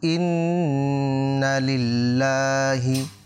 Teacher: তো এখানে লামের পূর্বে হরফে লামে জের আছে, এটা এখানে বারিক হবে, আর লাম এখানে এক আলিফ টান হবে, এখানে খাড়া হরকত।